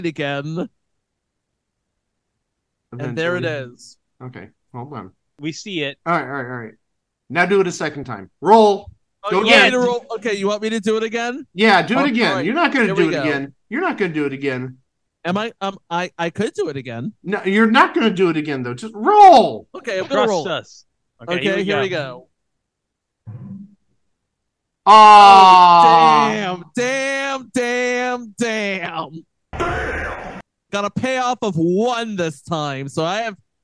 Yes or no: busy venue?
no